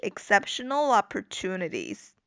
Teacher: 这个 exceptional 和 opportunities,这个应该连读一下